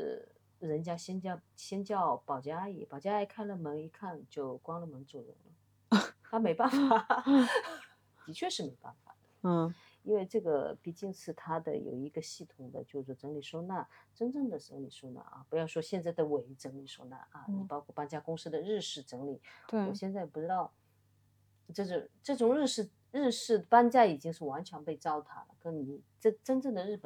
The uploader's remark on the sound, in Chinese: 这期先说明可能收音不是太好。